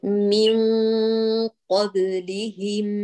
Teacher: قلقل الباء وبيني قلقلتها وهي ساكنة